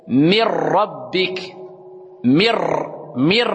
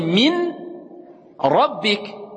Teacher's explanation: comme elle a assimilé la lettre noun, l'autre lettre, elle va prendre automatiquement une shadda. · Shown in: first take